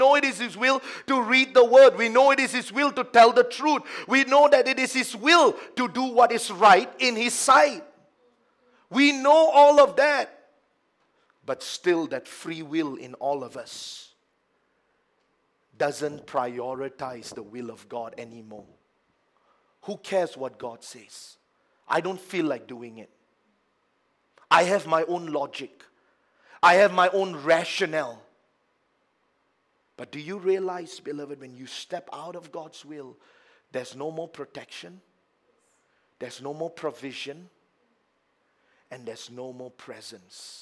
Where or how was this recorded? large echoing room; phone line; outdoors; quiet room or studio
large echoing room